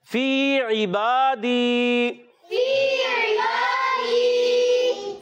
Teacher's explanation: عبادی، فی یا مدہ ایک الف کھینچ کر ادا کریں گے، عین کی ادائیگی حلق کے درمیان والے حصے سے، کلیئر عین کو ادا کرنا ہے، حمزہ سے بدلنا نہیں چاہیے